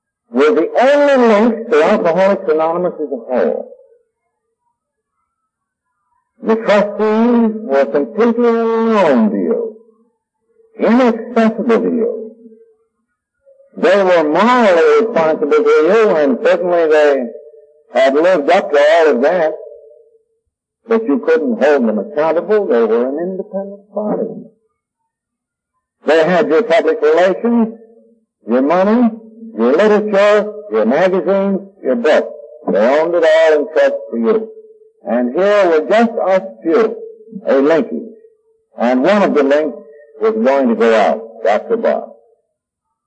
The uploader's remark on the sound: The quality of this recording is poor and because of that this recording is not for everyone. At parts it is difficult to hear what is being said.